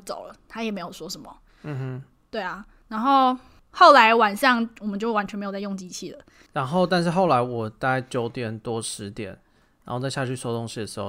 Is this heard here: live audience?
no